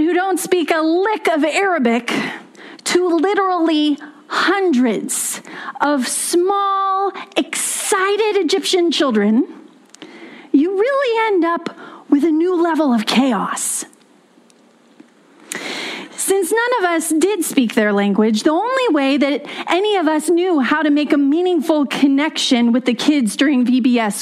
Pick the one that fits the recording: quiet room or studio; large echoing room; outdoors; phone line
large echoing room